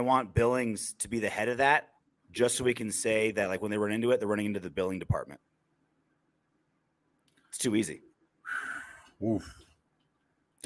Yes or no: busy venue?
no